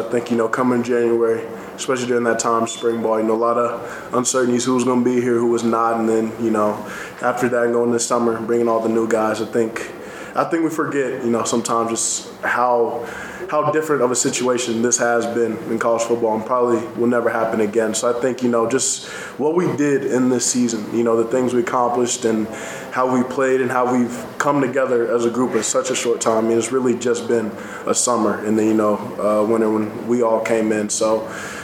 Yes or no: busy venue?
yes